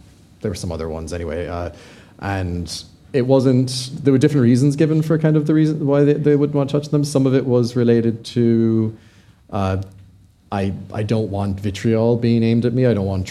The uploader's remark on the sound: This very special episode was recorded live in front of an audience on Monday 12 June, ahead of the BASW UK conference at Conference Aston in Birmingham.